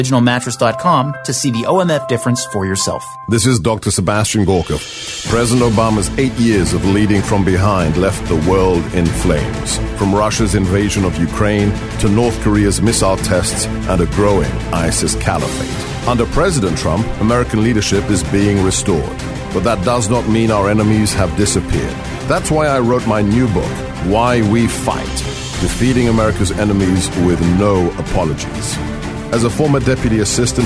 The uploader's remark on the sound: Tonight's show is coming to you live from the Montour Heights Country Club for 'The Battleground Talkers Tour'. To talk about the tour stop here in PIttsburgh.